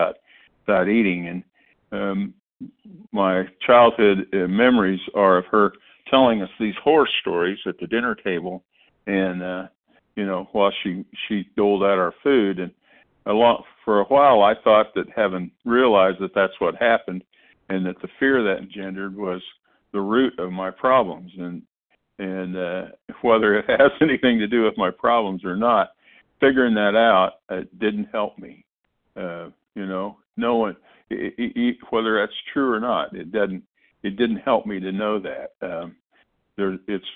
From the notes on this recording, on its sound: 100 Pounders Phone Meeting